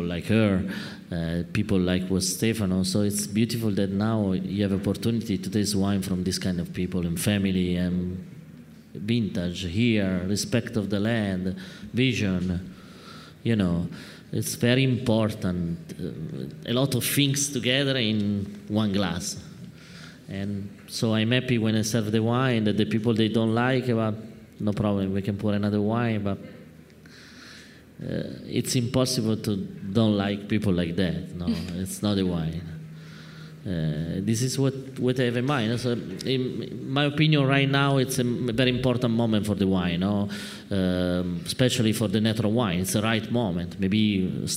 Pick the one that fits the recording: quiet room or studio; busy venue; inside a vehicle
busy venue